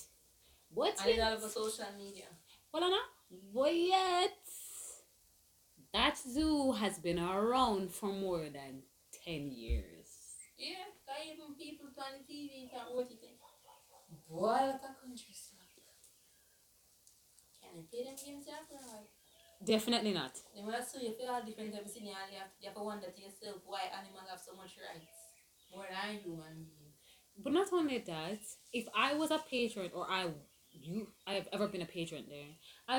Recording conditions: poor sound quality